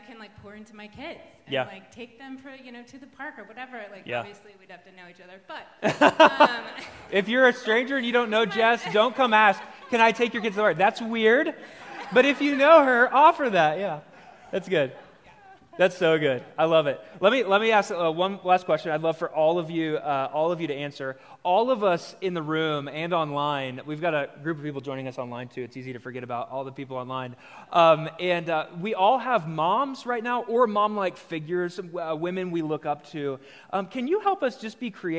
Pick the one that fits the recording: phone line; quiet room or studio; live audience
live audience